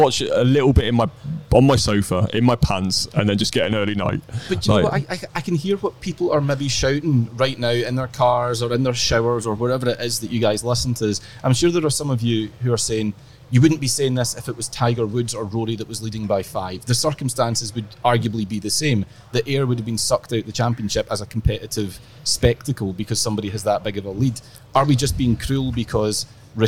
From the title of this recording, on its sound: LIVE from Royal Liverpool